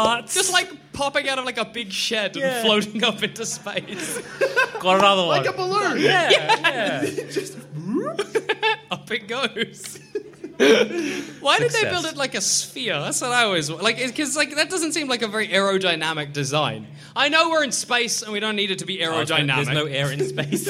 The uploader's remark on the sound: In which our heroes do it all live. Live on stage.